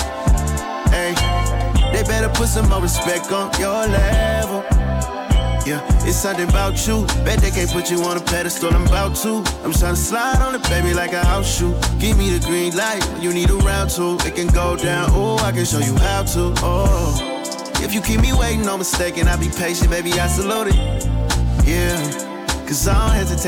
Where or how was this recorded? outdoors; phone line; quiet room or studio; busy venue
busy venue